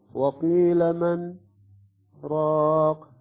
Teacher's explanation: السكت هنا في القرآن أيضا يعني في هذه السكتات نسكت على الحرف مقدار حركتين مقدار ثانيتين وثم نستمر بالقراءة، ولكن بدون أخذ النفس